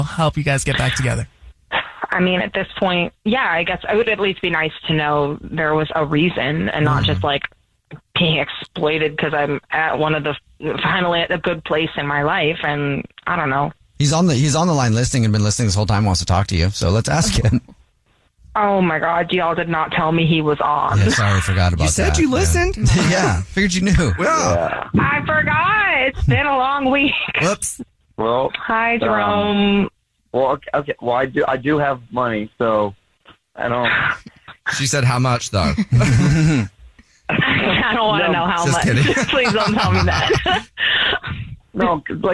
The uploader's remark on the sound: We get that other person on the phone